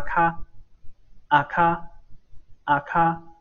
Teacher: 这个咖，啊，都是不送气的啊，都是不送气哈